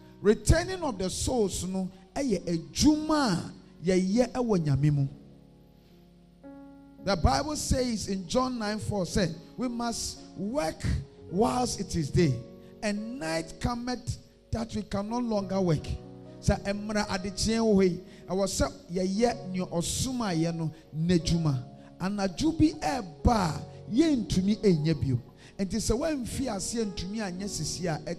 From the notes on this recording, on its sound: A powerful message preached at the Adjei Kojo Cathedral at Tema-East.